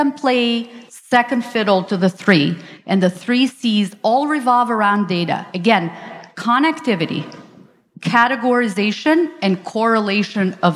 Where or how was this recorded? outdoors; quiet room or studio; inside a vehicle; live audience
live audience